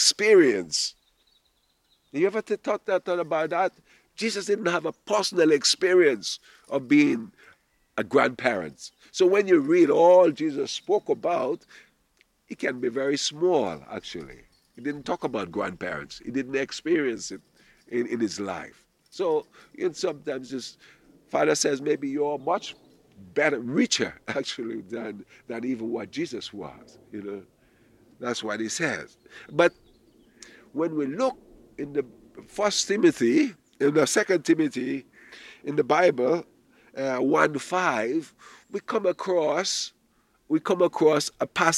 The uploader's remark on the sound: Audio from a sermon in Watford Peace Garden